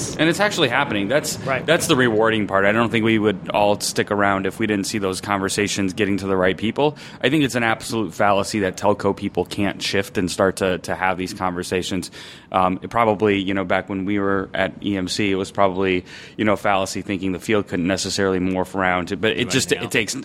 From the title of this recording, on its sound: Live from Cloud Foundry Summit